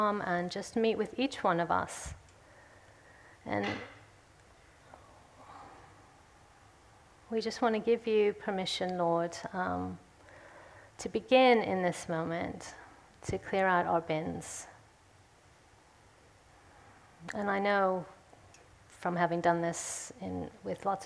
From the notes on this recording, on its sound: speaks at the Third Person conference in session 3